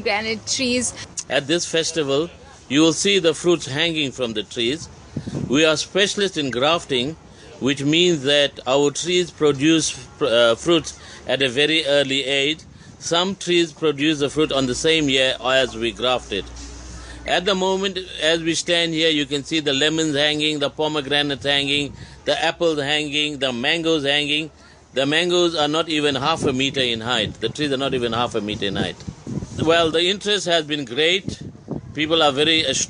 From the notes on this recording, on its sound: As part of the Newsbreak broadcast at the Durban Diwali Festival, Newsbreak conducted interviews at the festival.